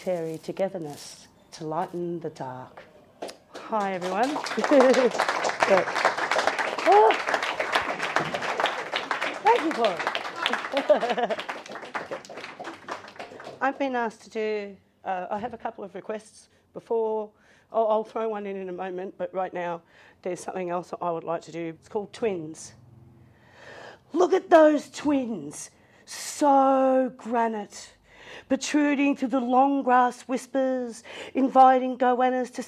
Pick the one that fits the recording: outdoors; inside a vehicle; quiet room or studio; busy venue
busy venue